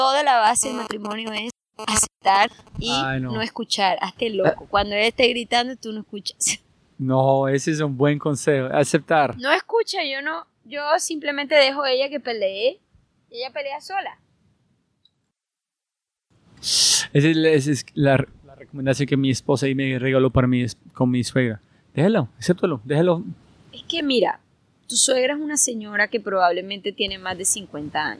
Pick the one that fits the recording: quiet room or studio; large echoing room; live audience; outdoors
outdoors